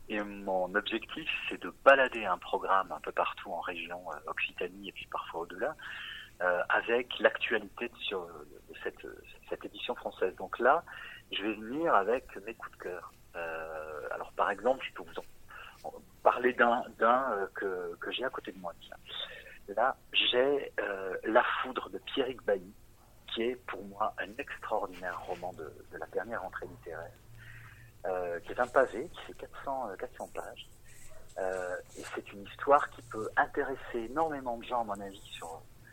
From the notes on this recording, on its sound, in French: Entretien téléphonique